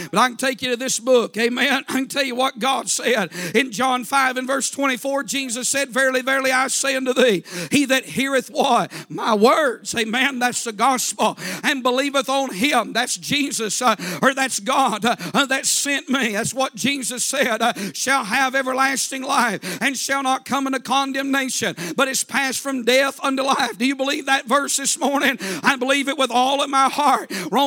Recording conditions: large echoing room